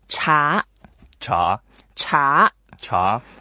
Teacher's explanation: It's actually just like CHA and a second tone. So cha, we can make it very long because when we appreciate tea, we enjoyed it.